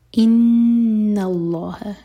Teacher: نون پر غنہ اور نون لائٹ رکھیں گے، آگے لام جلالہ ہے.